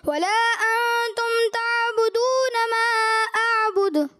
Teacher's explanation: وَلَا کی مد بھی آپ نے ترک کر دیا